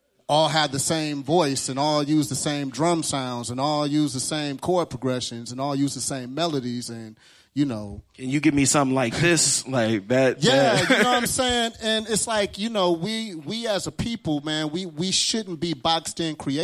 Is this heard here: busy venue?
yes